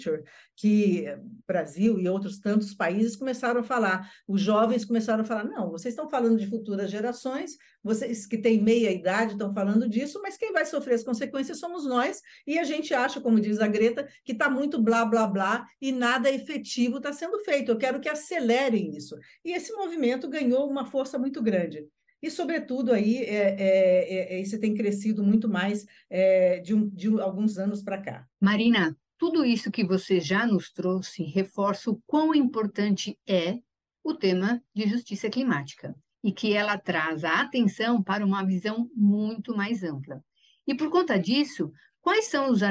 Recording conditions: video call